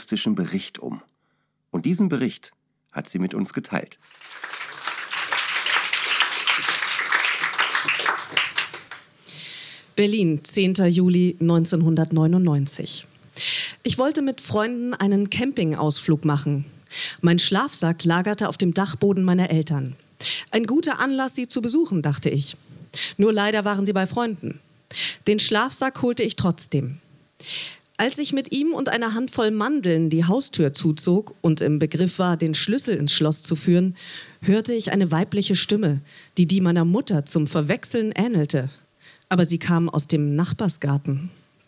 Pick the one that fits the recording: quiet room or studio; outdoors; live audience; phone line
live audience